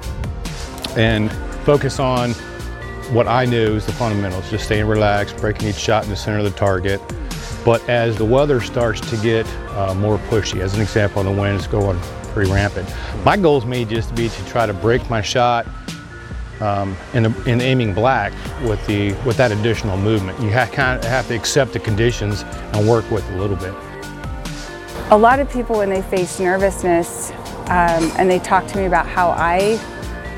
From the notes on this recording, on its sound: Interviews from Camp Perry's CMP National Matches. Held each summer at Camp Perry.